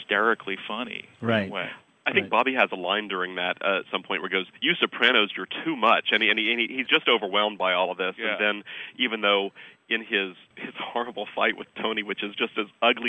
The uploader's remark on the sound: I talked by phone